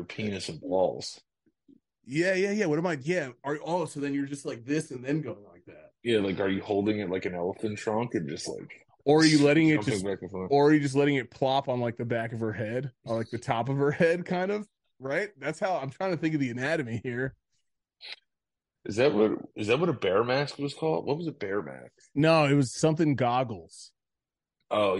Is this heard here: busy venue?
no